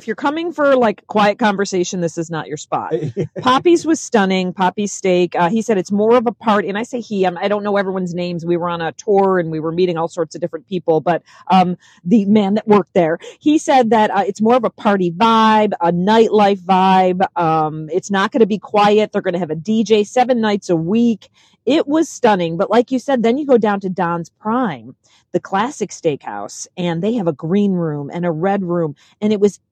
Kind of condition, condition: setting, inside a vehicle